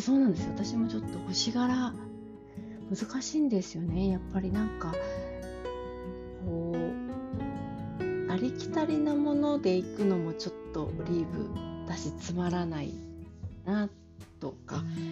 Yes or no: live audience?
no